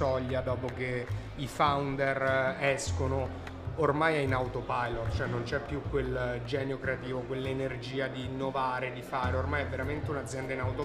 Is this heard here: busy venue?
yes